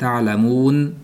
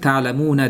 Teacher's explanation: Ayniqsa mana masalan ta'lamunani misol qilib oladigan bo'lsak, ta'lamuna o'zi aslida nunda fatha bor, lekin shunda vaqf qiladigan bo'lsak ta'lamun deymiz. Bu paydo bo'ldi. Lekin shuni qo'shib o'qib ketadigan bo'lsak ta'lamuna deymiz, u holatda u sukun yo'q bo'ladi. O'sha sukunga u og'riz sukun deyiladi.